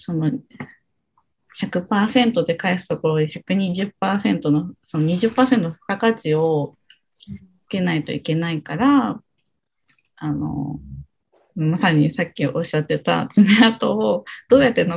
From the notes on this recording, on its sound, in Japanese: 本編は2022年1月27日に「Zoom」を使用して収録されました